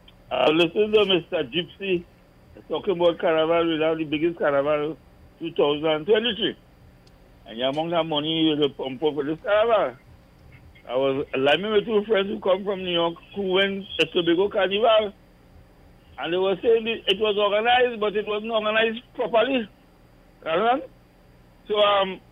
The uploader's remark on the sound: we take more calls from the audience